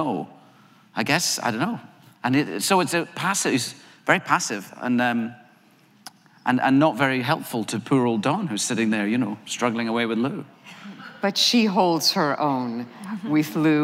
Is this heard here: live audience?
yes